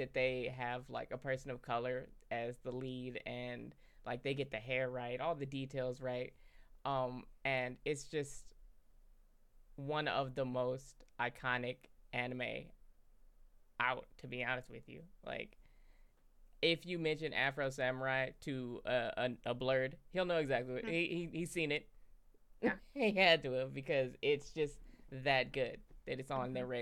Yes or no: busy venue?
no